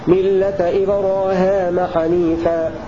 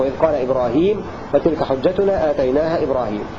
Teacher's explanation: فمتفق على قراءتهما بكسر الهاء وياء بعدها كباقي القراء · Shown in: second take